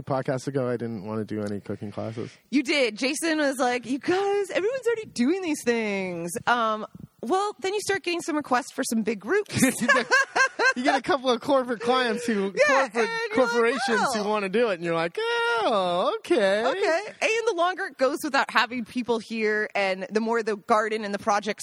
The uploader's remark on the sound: This week’s podcast we sit outside, mid-day on the patio